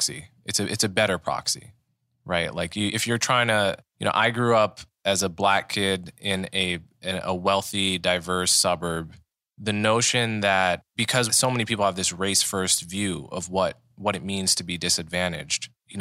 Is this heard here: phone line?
no